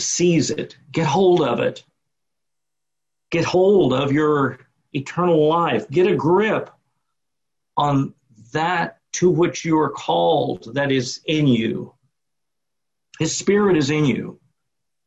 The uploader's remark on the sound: Sunday morning service via Zoom